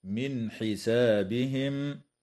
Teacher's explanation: تظهر النون الساكنة عند الحاء في قوله تعالى من حسابهم